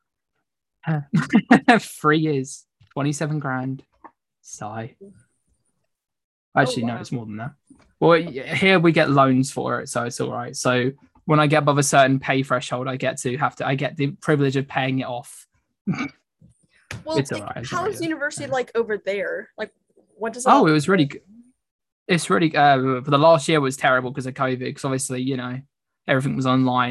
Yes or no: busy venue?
no